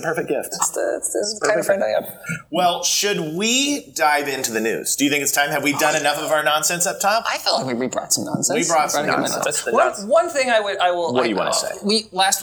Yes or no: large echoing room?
no